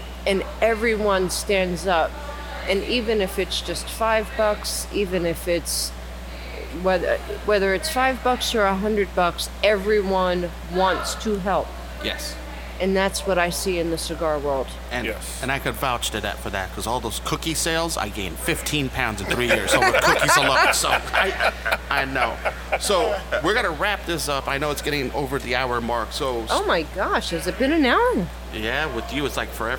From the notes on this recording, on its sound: I decided to record this podcast at one of my favorite cigar lounges, Cigar Sessions in Middletown DE